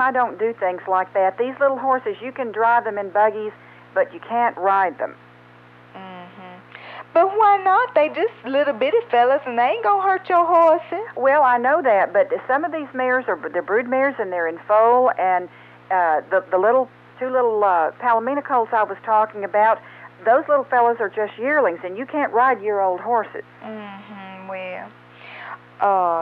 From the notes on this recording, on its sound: Prank Phone Calls Collection